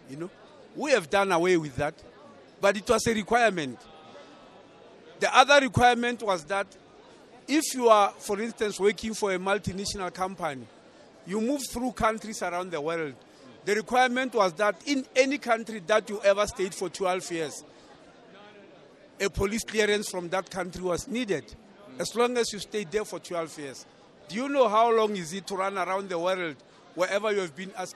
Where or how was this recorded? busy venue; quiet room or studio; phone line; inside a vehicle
busy venue